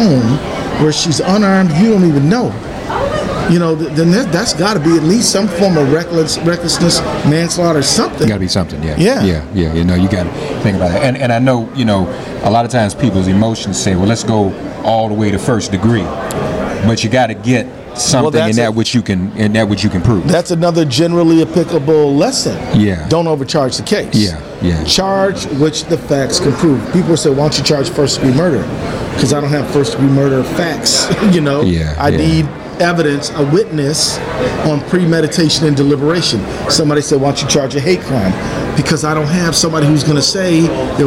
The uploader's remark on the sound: Live from Chicago, at the 17th Annual Netroots Nation